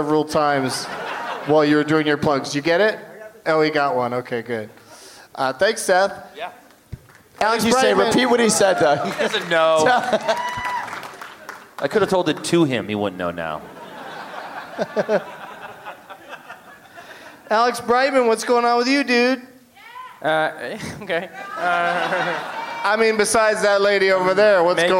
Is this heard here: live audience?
yes